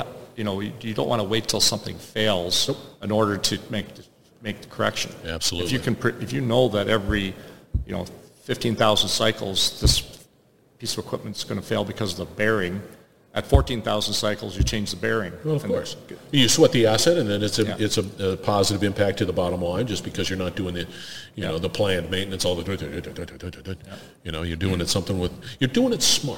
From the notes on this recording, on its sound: Industrial Talk is onsite at Hexagon LIVE